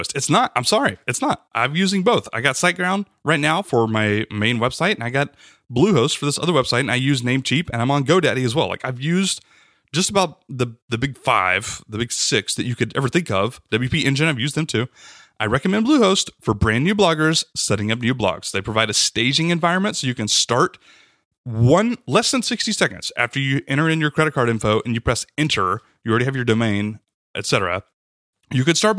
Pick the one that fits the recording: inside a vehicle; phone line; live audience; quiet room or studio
quiet room or studio